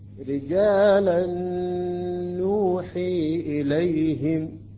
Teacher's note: وبالنسبة للنون، رجالا نوحي إليهم، رجالا كما تنوين نوحي إليهم، بعد الإدغام تكون النون مشددة ويجب أن نتأخر مقدار حركتين · Term: الإدغام مع الغنة